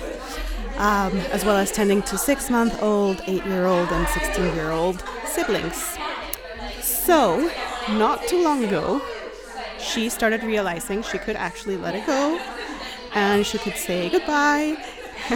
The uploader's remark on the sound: To celebrate, they’ve gathered past and future guests and experts from the podcast along with a bunch of local moms and their little ones for a super fun social lunch. This episode was recorded live on location during the celebration!!